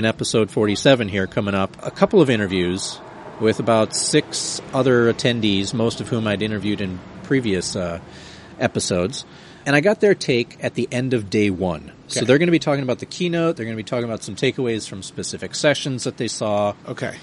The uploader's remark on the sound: recorded in Orlando at Scrum Alliance's Global Scrum Gathering, April 2016